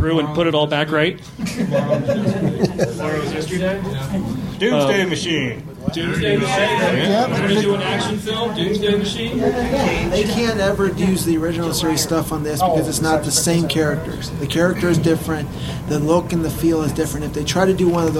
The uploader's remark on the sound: Panel discussion from Denver Starfest, 2010. A very old podcast recording.